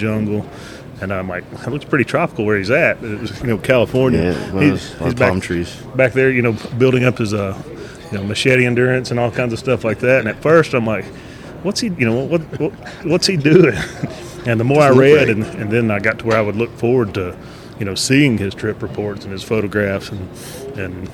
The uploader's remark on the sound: Please excuse the background noise. Recorded Live in our booth at SHOT Show 2022.